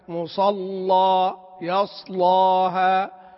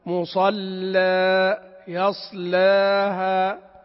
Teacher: تغليظ مع تقليل، يعني إذا غلظت يكون على الفتح مصلى يصلاها، وإذا أردت التقليل فأرقق اللام · Shown in: second take · إذا أتينا بالفتح نغلظ اللام يصلاها، وإذا يعني أتينا بالترقيق بالتقليل أتينا بترقيق اللام يصلاها مصلى، · Term: تغليظ اللام